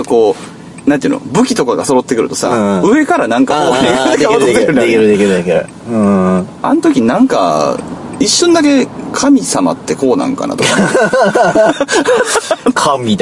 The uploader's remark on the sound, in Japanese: 車中で三人、録音機器の代わりに「ながらツイキャス」収録です。